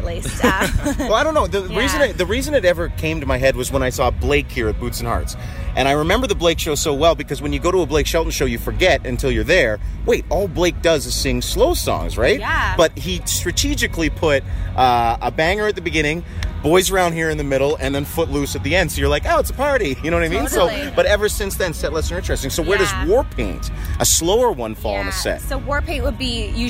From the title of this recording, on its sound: Live from Boots & Hearts